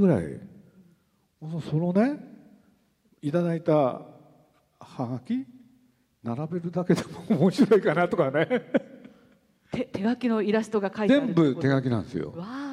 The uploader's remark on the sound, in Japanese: 横浜市立図書館100周年記念講演会